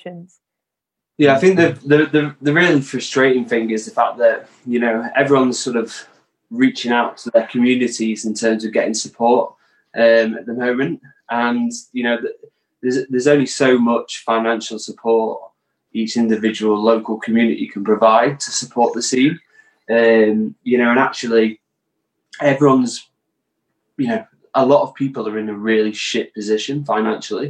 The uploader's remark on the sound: This discussion initially happened over live stream in April just as Covid-19 lockdown had been put in place. This was our first digital panel so apologies for the audio quality.